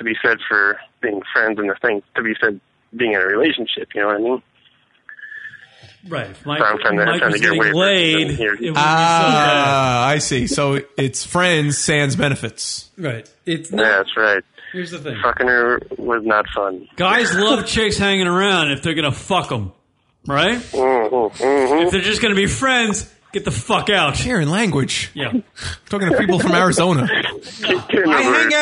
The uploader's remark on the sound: listener calls, drunk calls